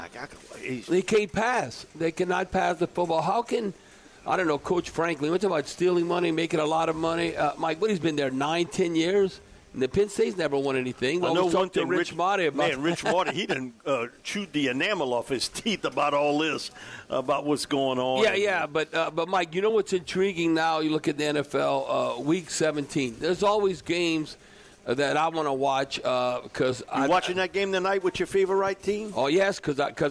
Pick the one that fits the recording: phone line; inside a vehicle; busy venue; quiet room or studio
busy venue